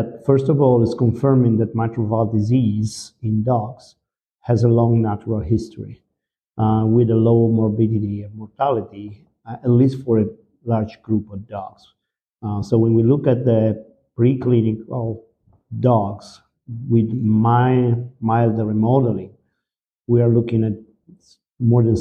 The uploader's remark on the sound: Live Special, from ECVIM Congress 2023. Recorded live at ECVIM Congress in 2023.